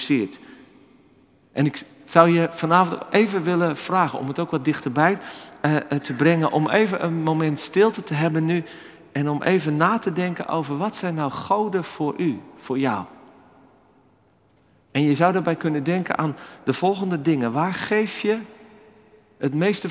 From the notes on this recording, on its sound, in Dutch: opgenomen op 11 februari 2024 in de Noorderkerk Amsterdam